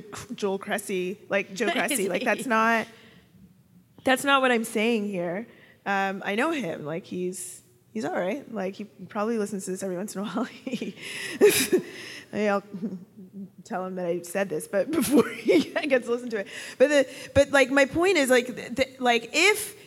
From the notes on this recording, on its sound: live show in Toronto, the audience exchange continues.